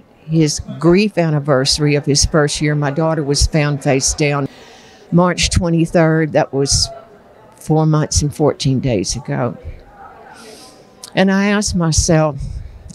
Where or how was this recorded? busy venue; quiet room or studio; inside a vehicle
busy venue